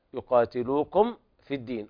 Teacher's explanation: لابد من الاعتناء بإظهار الميم حتى لا تخفى عند الفاء · Term: إظهار شفوي